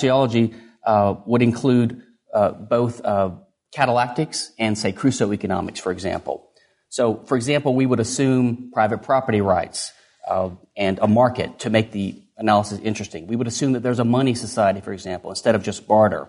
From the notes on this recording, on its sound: Recorded at Mises University 2011.